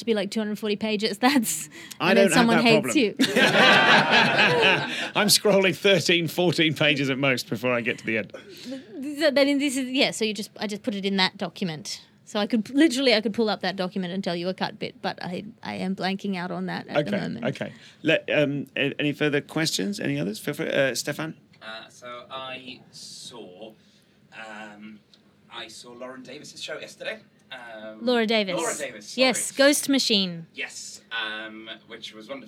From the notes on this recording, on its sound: Live from the Edinburgh Fringe 2018. 30 podfans saw her show "Ethos" together, met up for a social, and then attended an exclusive live interview in "Audrey", the Vintage Mobile Cinema.